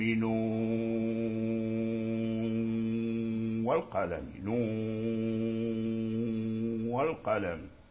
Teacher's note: إدغاما مع غنة، الغنة هي صفة النون، إدغام الغنة صفة النون، فالنون دخل في الواو ما في إشكال، ولكن بقيت صفته الغنة لا تدخل في الواو · Term: إدغاما مع الغنة